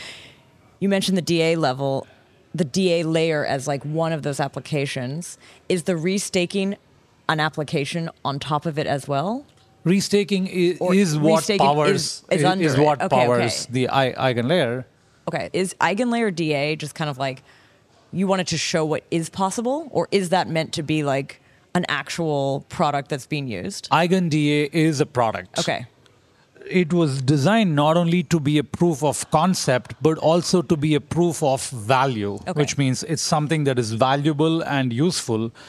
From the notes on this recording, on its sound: Spontaneous session recorded at Devconnect 2023 in Istanbul! Spontaneous session recorded at Devconnect 2023 in Istanbul!